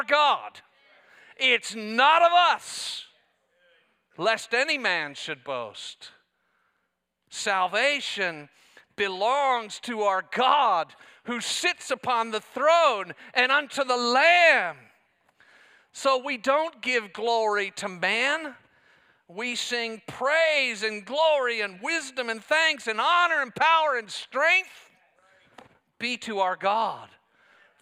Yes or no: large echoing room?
yes